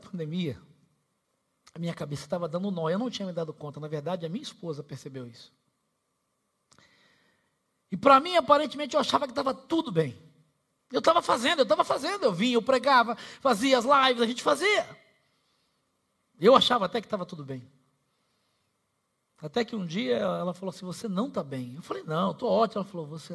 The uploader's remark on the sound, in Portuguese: Celebração ao vivo